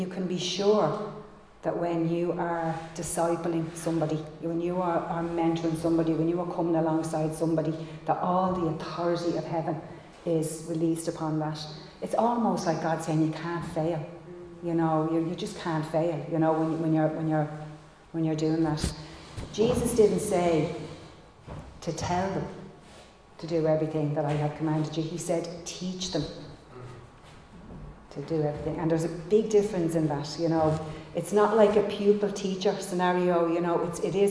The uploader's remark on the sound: Recorded live in Liberty Church on 16 January 2022